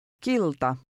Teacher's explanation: The Finnish T sounds somewhat like a cross between a T and D.